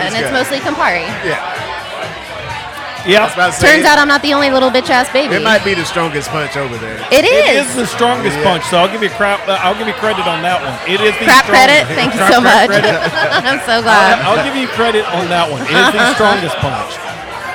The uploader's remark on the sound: Live at the Punch Party. Getting the opportunity to record at this community event.